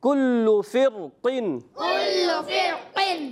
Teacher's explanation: کاف باریک رکھنا ہے، کل فرقن، کل فرقن. یہ پہلا کاف باریک ہے اور آخر کا کاف موٹا ہو جائے گا